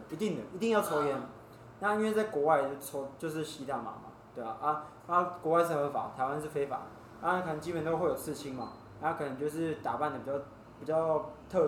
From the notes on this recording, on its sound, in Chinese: 錄音地點｜ 藍色咖啡館 108台北市萬華區大理街131號